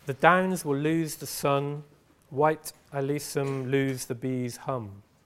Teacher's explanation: the pattern of consonants in the second half of the first line, white alisum, so the L, the Z and the M sound, is copied in the first part of the second line